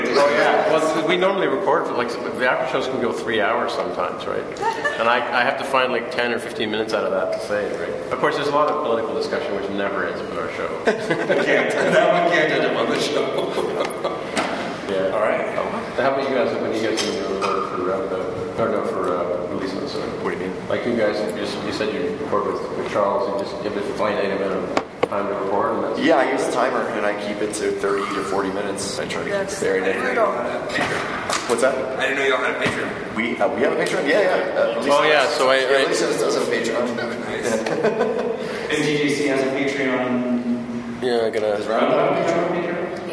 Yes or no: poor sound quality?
yes